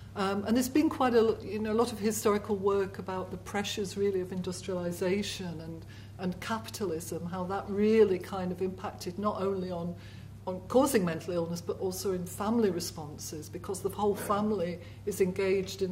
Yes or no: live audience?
yes